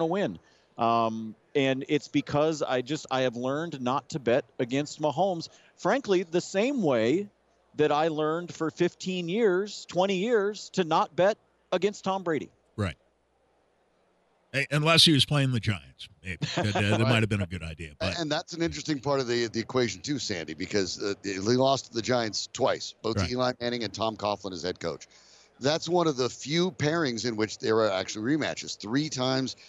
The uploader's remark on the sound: Live from Radio Row.